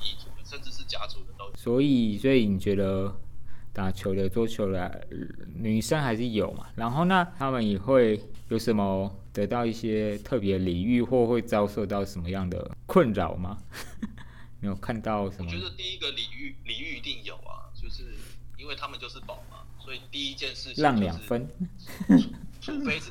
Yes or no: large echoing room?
no